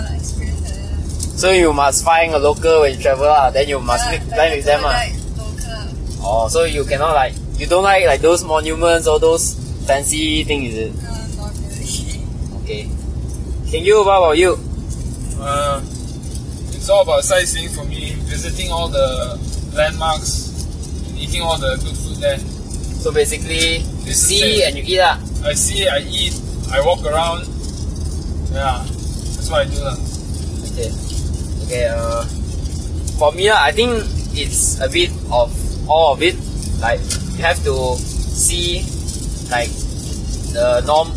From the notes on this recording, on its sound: we were talking while driving back home